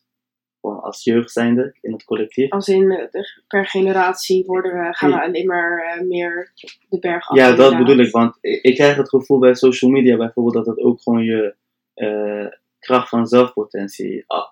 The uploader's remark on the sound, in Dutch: Het geluidskwaliteit is nog niet helemaal top